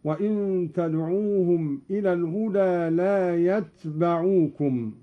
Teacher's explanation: قوله تعالى: وإن تدعوهم إلى الهدى لا يتبعوكم. قرأ قالون بإسكان التاء مخففة وفتح الباء هكذا: وإن تدعوهم إلى الهدى لا يتبعوكم.